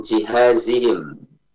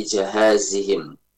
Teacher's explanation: jimnya di fathah ya, tidak di kasrah. · Shown in: second take · Nah, ini juga rawan, bukan jihazihim tapi jahazihim.